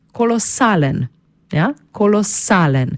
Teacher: Pri izgovorjavi poudarjamo samoglasnik A, nad njim pravopisno gledano napišemo ostrivec, zato pravilno izgovorjena beseda zveni tako.